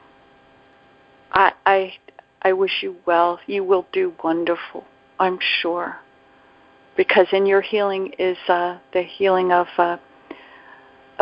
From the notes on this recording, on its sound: ACIM Daily Conference Call.